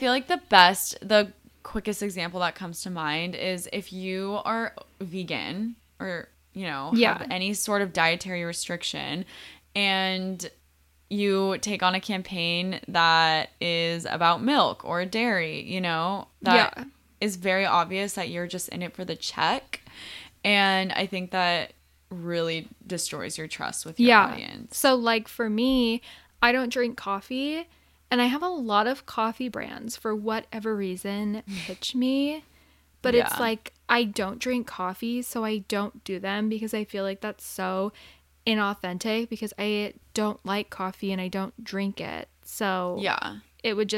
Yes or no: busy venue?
no